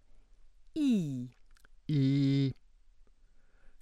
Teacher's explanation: Close front unrounded, cardinal one